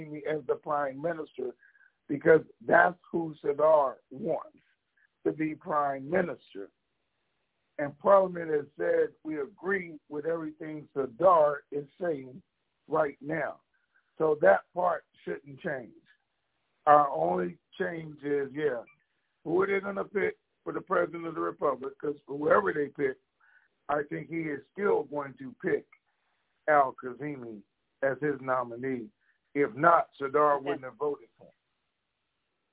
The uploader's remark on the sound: TNTSuperfantastic Conference Call